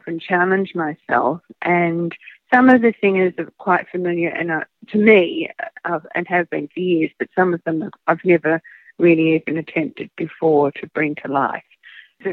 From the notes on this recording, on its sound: via phone